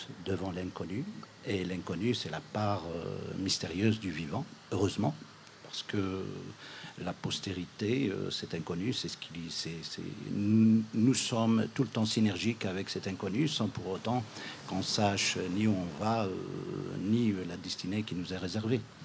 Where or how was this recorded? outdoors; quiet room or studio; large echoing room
outdoors